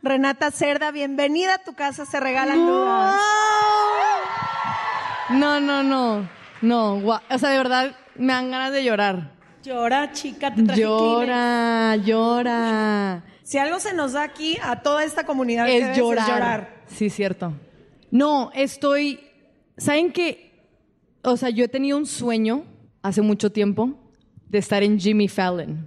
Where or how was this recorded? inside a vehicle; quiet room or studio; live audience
live audience